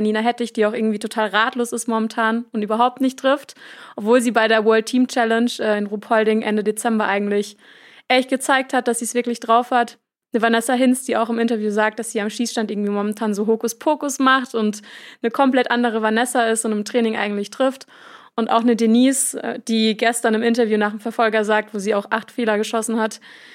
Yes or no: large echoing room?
no